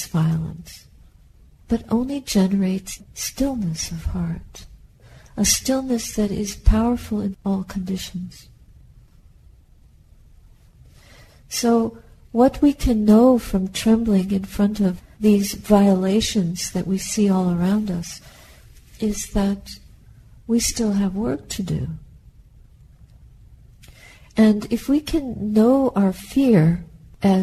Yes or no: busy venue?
no